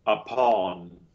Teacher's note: if we think of it on the vowel chart, it's like an open O without the lips. · Term: upside down V · IPA: [ʌ]